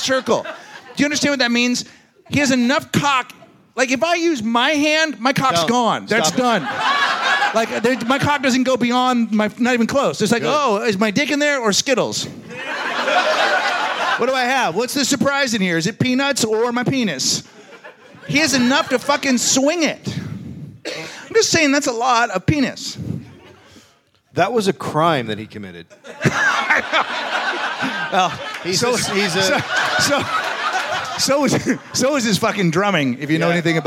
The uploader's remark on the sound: Live from LA Podfest